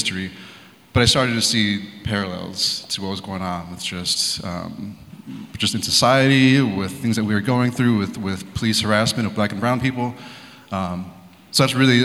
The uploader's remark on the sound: at the 2023 Portland Book Festival